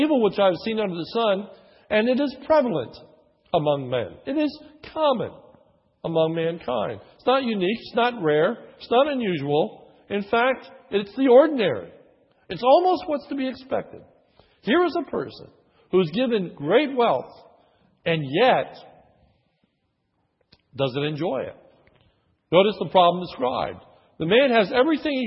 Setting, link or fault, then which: setting, large echoing room